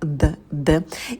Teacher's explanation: Это звонкий звук, тут нет придыхания. Д. И потом мы уходим в оскал на дифтонге «эй».